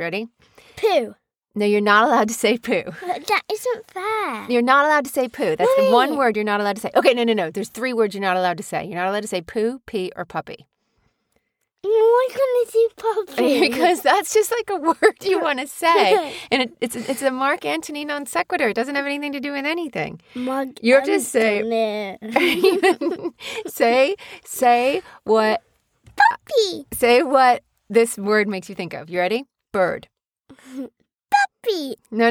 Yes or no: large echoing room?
no